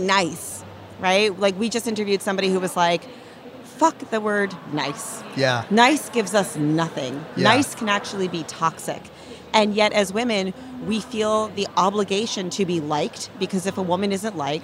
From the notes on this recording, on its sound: At the Collision Conference in June 2022. At the Collision Conference in June 2022.